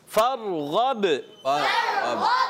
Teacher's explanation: اور غین کی ادائیگی بھی پر رکھنی ہے. با حرف کلکلہ میں سے ہے، کلکلہ ادا کریں